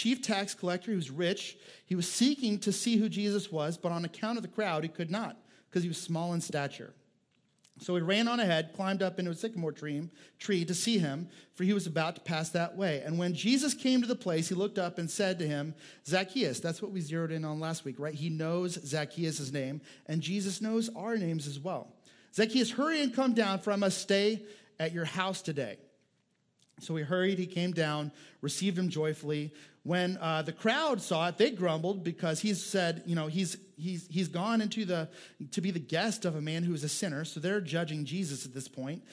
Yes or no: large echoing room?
yes